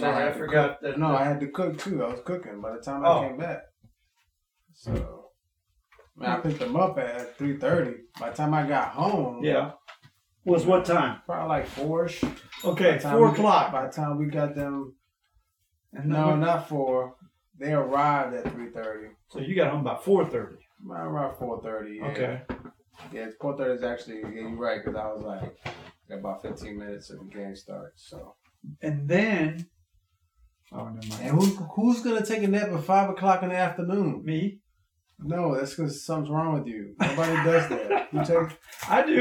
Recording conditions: poor sound quality